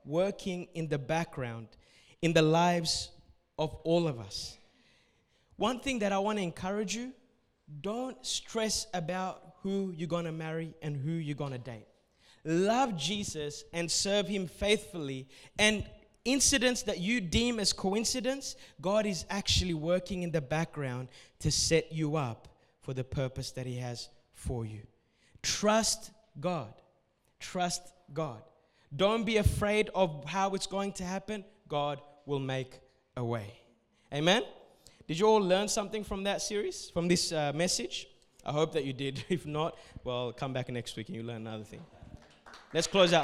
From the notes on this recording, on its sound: A message recorded at Revive Church Adults service